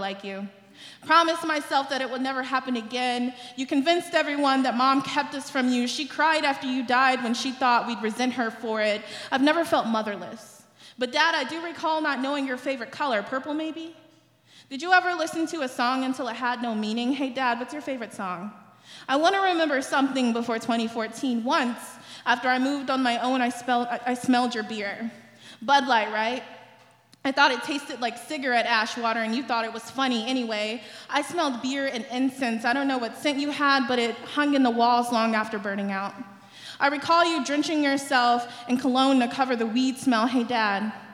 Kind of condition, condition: setting, busy venue